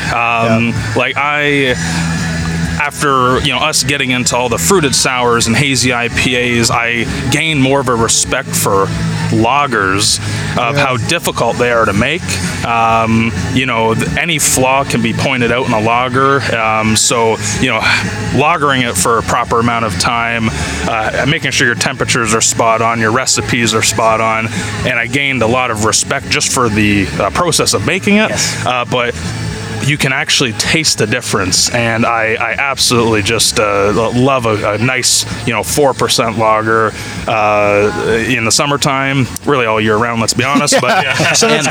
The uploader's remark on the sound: The guys take a tour to Paris...Ontario for their first live event! The first live event was held at the Paris Drinks Fest in Paris, Ontario. We have our first live interviews, our first fan of the podcast appearance. We hope you enjoy the environment as live music plays in the background throughout the podcast.